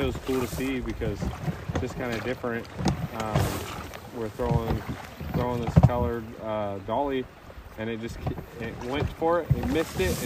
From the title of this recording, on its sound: LIVE on the River!